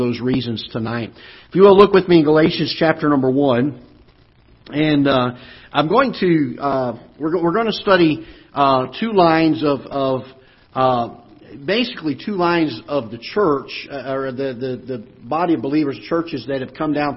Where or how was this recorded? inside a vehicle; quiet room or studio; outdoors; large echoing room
large echoing room